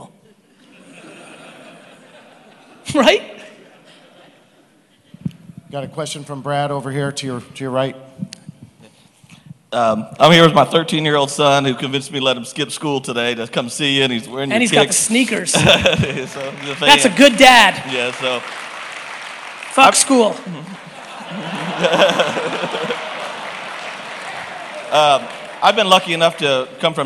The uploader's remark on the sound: A Keynote at IMG EXPO 2018 in New Orleans.